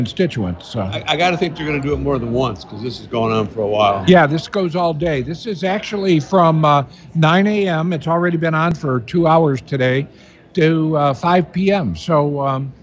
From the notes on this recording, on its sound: at The Livingston County Family Readiness Emergency Expo in Howell MI in a live remote broadcast